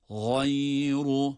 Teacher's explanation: Gayn da kalın, ra da kalın.